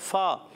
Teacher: فا کا مخر اوپر والے دانتوں کے کنارے، نیچے والے ہونٹ کے تر حصے سے جب لگیں گے تو ادا ہوگا فا